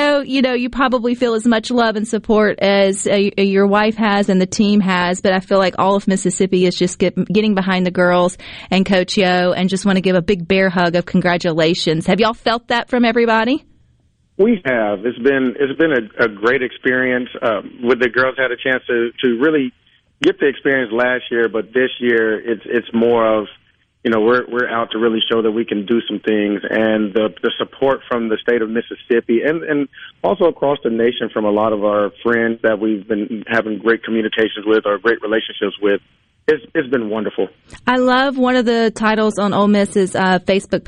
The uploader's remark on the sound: Joins the conversation by phone.